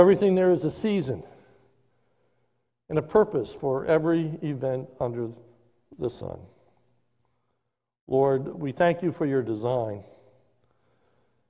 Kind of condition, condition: setting, large echoing room